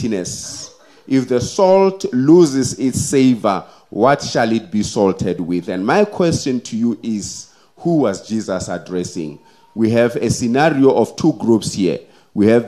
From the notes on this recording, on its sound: The sermon was preached at Kempton Park Central Seventh-day Adventist Church.